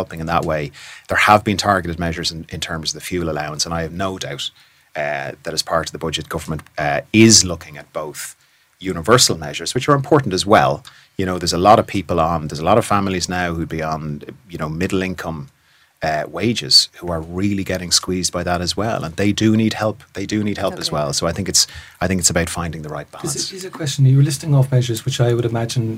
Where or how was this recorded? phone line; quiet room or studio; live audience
quiet room or studio